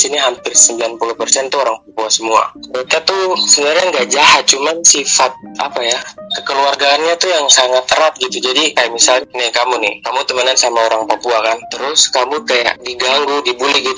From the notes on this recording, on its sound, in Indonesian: sorry audio nya kurang bagus, karena kita phone call